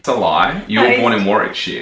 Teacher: I can hear the glottal T being used at the ends of words where he's stopping it in his throat